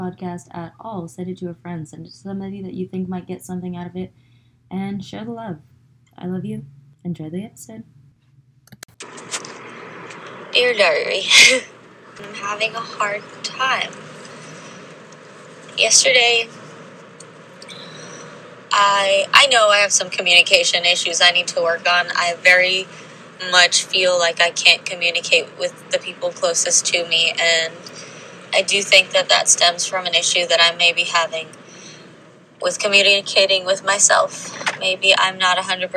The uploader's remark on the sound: Today's episode is a compilation of actual thoughts that I've recorded on actual Journal Drives.